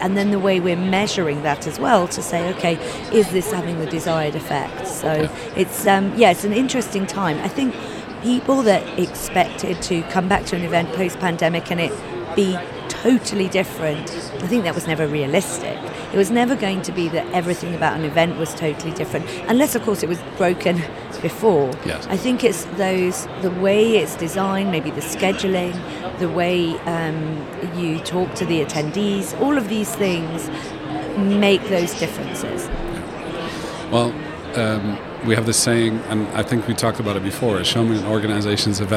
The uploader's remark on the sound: Live from #IMEXAmerica